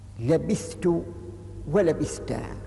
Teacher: بالإظهار أي بالفك، بحيث لم يدغم الثاء في التاء